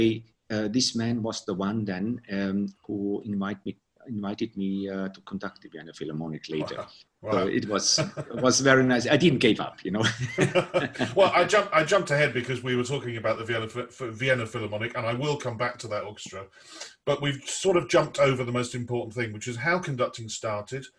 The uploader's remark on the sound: This interview was recorded on 16th September 2020 via Zoom.